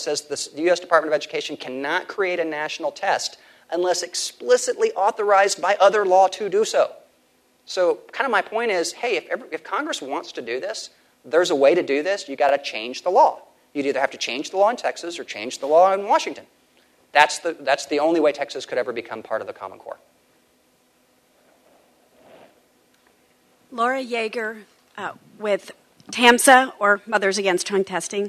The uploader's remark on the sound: at The Texas Tribune Festival on September 22, 2012